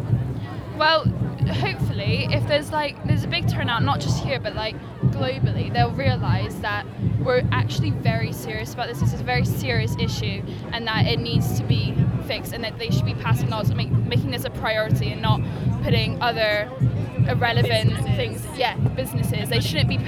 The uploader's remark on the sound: Fridays for Future School Climate Strike Live from Bristol. In this episode I head to Bristol with my son to join the Schools Climate Action strike - Fridays for Future and chat to students. This is experimental, noisey and insightful!